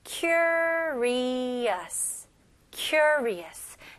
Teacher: 강세는 앞부분에 해주셔야 됩니다